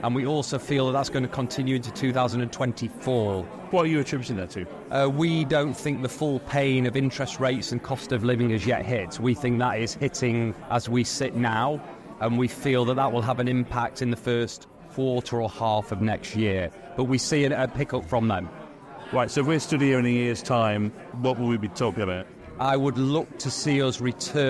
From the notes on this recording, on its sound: At the KBSA annual conference at The Belfry to meet up with loads of top independent kbb retailers.